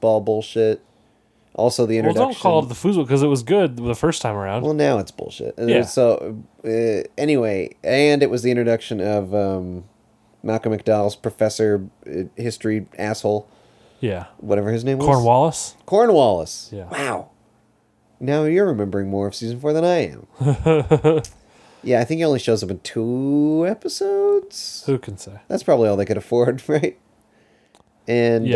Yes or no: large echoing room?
no